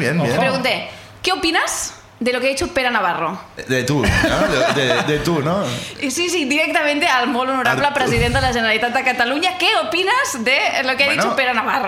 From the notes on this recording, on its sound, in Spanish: El público nos cuenta